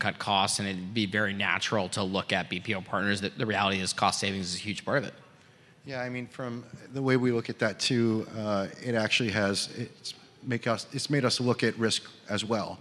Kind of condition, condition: setting, busy venue